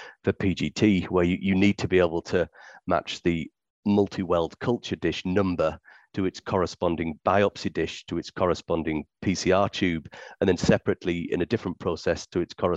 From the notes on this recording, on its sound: conversations our panels are having in the 'after party' zoom